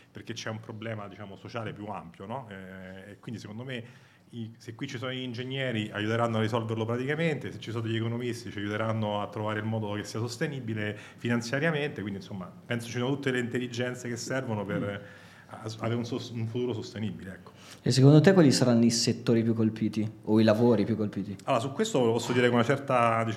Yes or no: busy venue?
yes